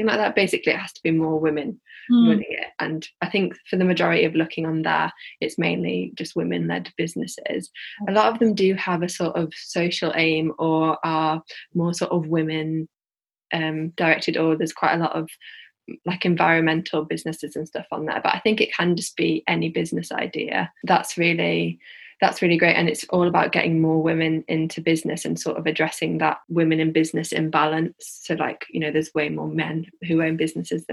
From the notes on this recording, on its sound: this was recording in lockdown over Zoom so the audio is slightly muffled in places